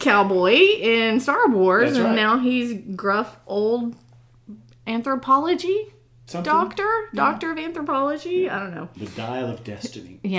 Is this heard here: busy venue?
no